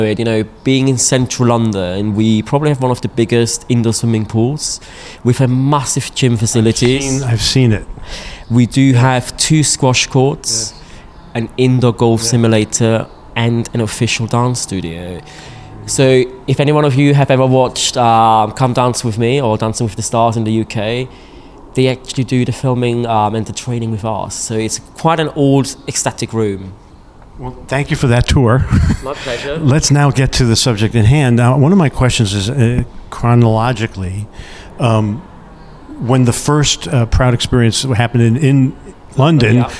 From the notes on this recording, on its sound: at the recent PROUD Experiences conference